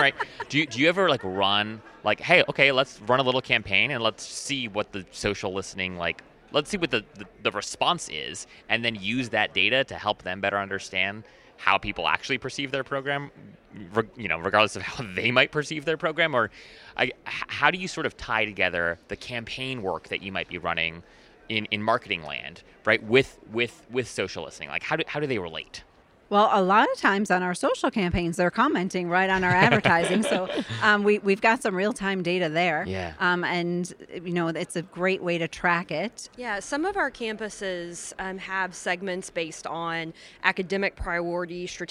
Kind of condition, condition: setting, busy venue